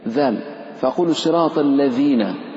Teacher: فالذال تخرج من طرف اللسان مع أطراف الثنايا العليا